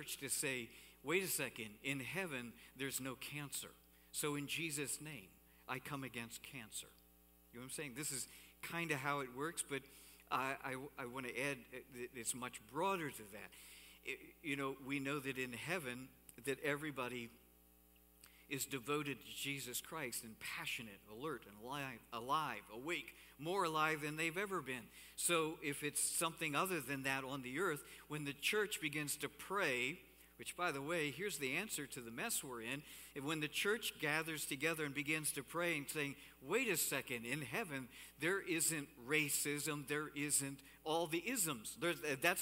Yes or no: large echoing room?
yes